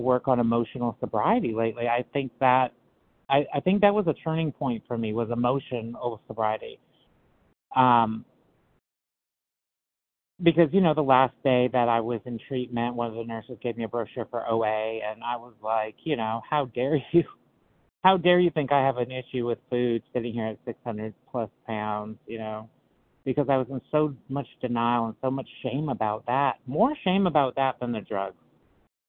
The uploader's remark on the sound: qualification from the 100 Pounders Phone Meeting